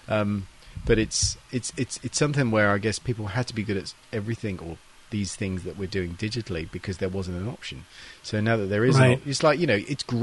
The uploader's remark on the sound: At IMATS London 2019, I sat and had a great chat